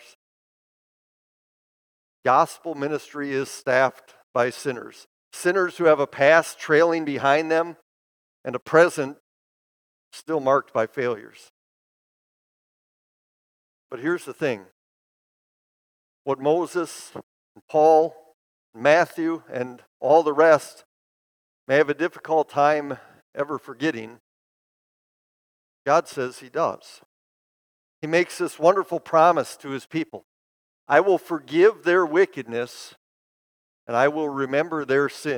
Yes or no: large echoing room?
yes